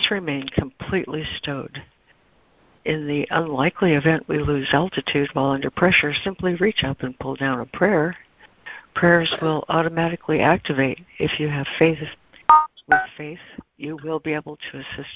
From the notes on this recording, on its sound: ACIM Daily Conference Call